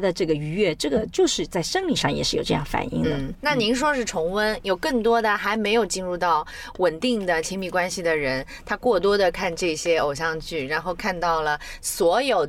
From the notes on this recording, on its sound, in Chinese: 这期节目是在车内完成录制的，音质居然相当棒了。